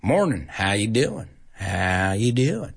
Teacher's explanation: One of the sounds that you'll hear in the South is that they extend their syllables, they extend their words, they drag them out a little bit more. · Term: drawl